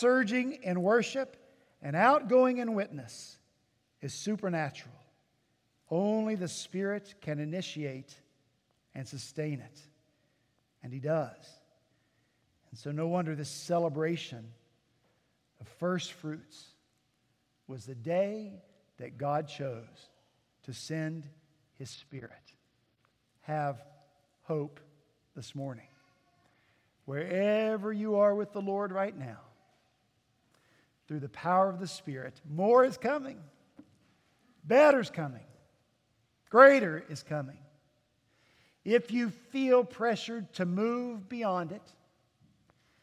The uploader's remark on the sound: At Redeemer Presbyterian Church in Charleston, SC